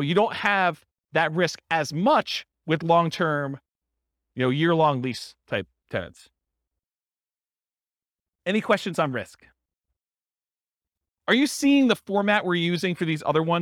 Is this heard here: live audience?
yes